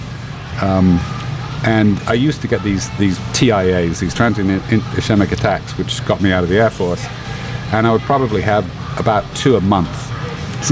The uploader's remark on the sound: Recorded at Emerald Republic Brewing.